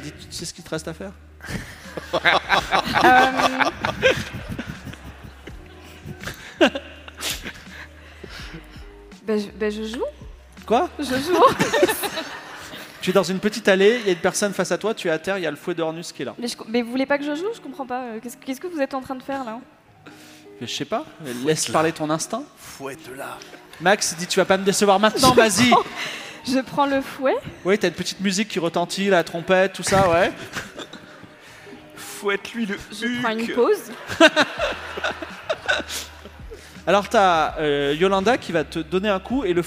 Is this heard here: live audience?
yes